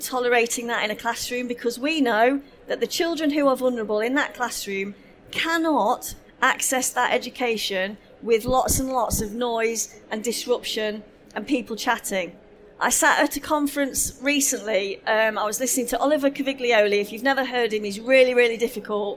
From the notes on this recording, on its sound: This session was recorded live on 14th November 2019 in the SEND Theatre of the Schools & Academies Show at the NEC in Birmingham.